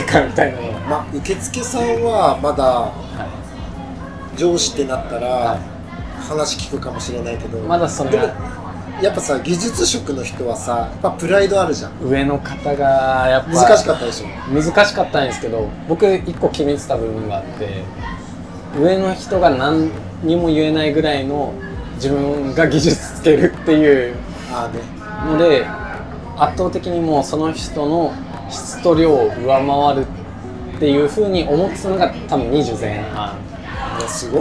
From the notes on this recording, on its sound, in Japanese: 焼肉屋さんで突然の収録で騒がしいですが、そんな場だからこその熱い談義になりました。呑みの席の感覚で聞いてください。